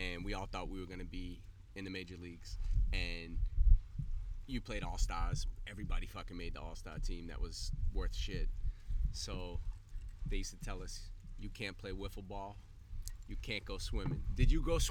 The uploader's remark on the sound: I took my podcasting talents to Mexico. The podcast was recorded on a private beach at his home in Isla Mujeres. Sometimes all you need is a laptop, a microphone and a bottle of Mezcal to make it happen.